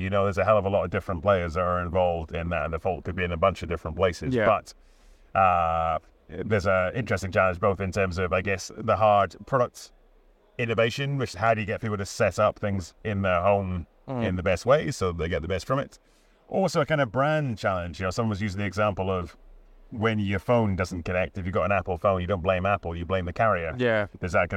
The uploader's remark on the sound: Talk about their time at Connected Britain in London - live from the show floor.